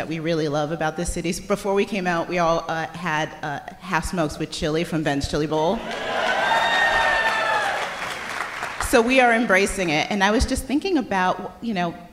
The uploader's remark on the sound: Live in DC. SistersInLaw are live in Washington, DC.